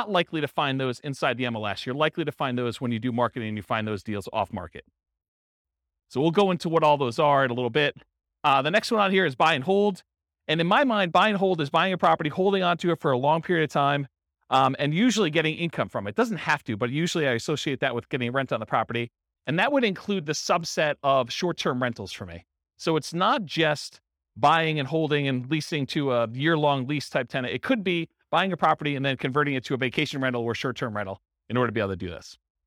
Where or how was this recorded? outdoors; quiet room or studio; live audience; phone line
live audience